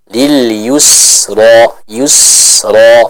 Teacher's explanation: Kita sempurnakan dulu dhammah pada huruf ya dengan memonyongkan kedua bibir kita